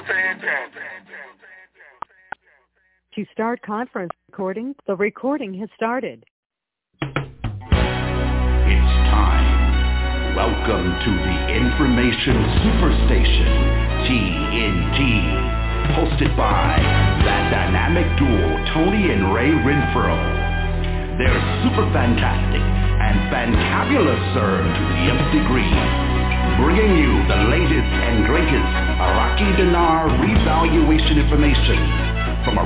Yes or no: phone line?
yes